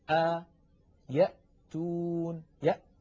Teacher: هكذا الهمزة تخرج من أقصى الحلق